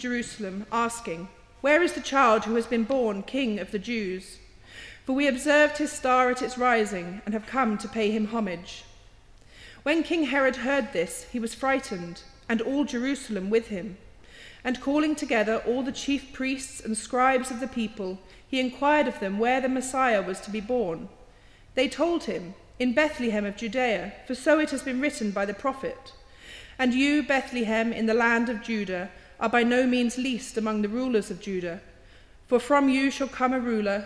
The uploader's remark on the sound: The recent Tynwald Carol Service recorded in St George's Church, Douglas.